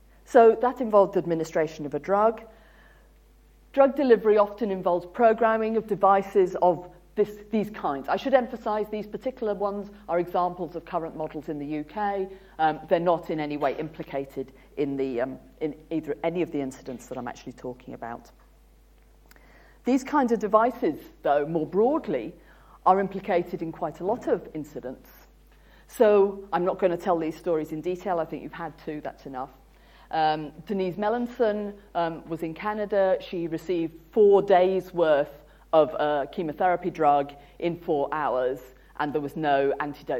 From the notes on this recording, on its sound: UCL Lunch Hour Lecture